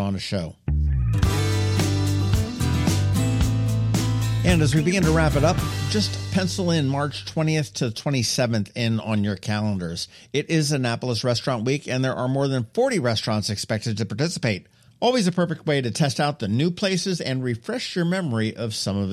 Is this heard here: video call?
no